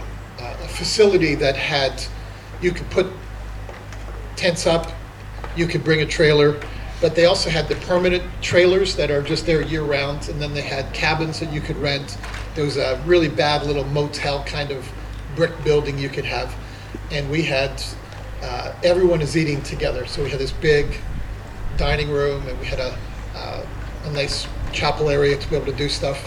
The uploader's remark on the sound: Summer Conference 2023 - Session 2